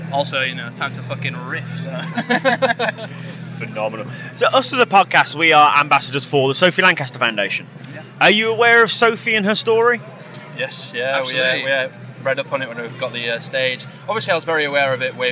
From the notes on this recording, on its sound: Live from Bloodstock 2023